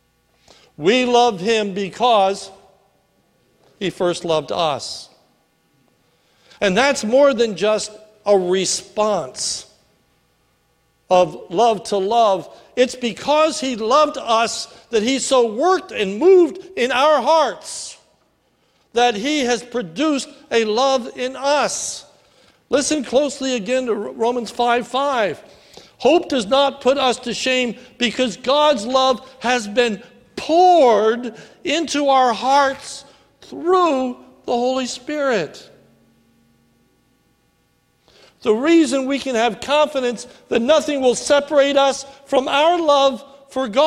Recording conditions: large echoing room